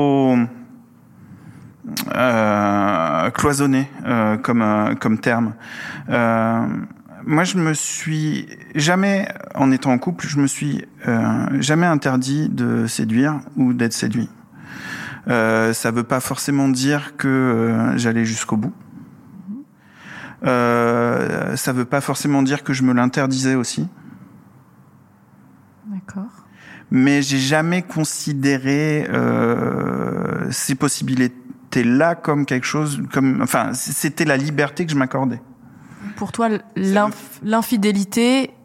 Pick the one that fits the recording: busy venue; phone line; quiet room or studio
busy venue